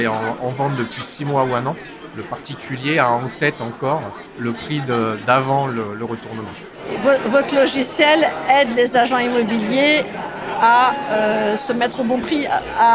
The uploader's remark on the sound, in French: Ce podcast a été enregistré à Immo, le congrès de la FNAIM, les 4 et 5 décembre 2023 à Paris. Ce podcast a été enregistré à Immo, le congrès de la FNAIM, les 4 et 5 décembre 2023 à Paris.